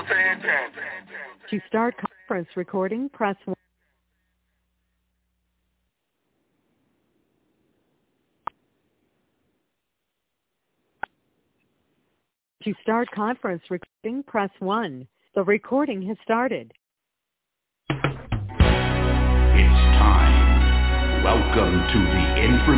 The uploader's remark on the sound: TNTSuperfantastic Conference Call